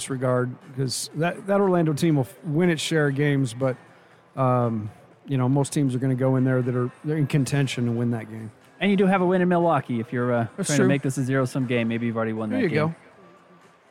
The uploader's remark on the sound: Postgame press conference audio.